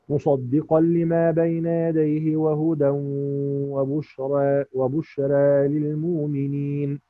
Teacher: هنقلل له بقى وبشرى فقط، مش هنقلل وهدى، لأن هدى فيها التنوين فما فيش فيها لا تقليل ولا أي حاجة، فيها الإيه التنوين فقط.